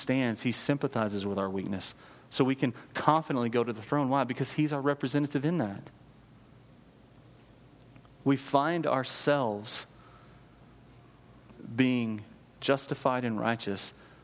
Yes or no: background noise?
no